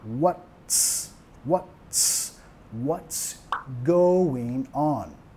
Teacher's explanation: Y acá tienes que pegar la T y la S